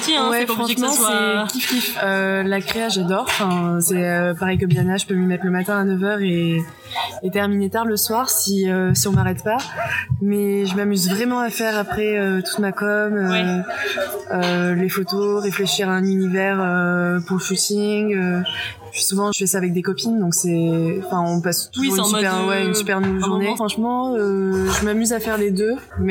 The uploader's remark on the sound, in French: Nous avons enregistré l'épisode dans un café, c'est pour ça que tu entendras des bruits de fond.